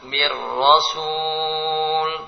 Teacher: Yang pertama dibaca idgham, yaitu jika nun sukun setelahnya ra. Nah, nun sukun setelahnya ra dibaca idgham